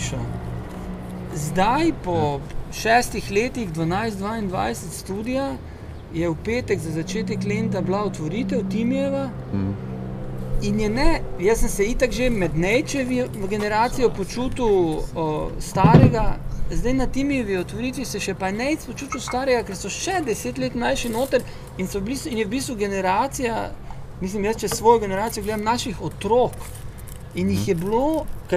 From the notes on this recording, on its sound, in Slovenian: na ulici pred hišo ter pred publiko